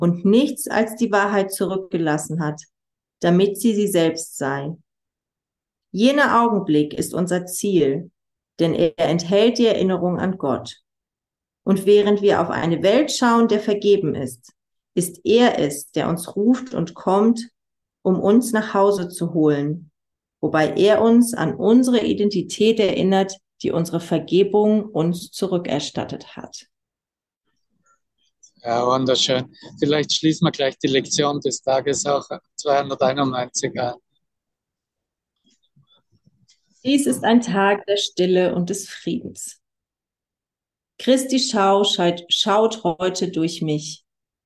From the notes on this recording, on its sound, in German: Zoom-Session. Veranstaltet von der Aleph Akademie.